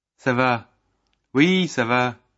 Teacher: Note the falling intonation for both